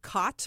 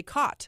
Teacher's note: there's words that we merge together, like cot, what you sleep in, and caught, like you've caught a fish. Mm-hmm. It often sounds the same to Pacific Northwesterners.